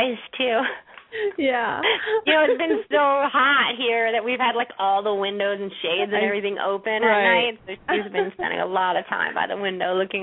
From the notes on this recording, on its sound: open up the lines for listeners to call